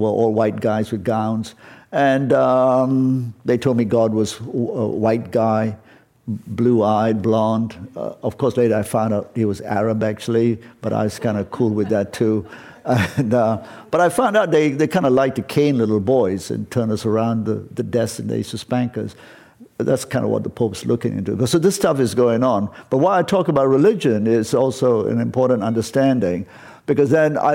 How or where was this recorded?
live audience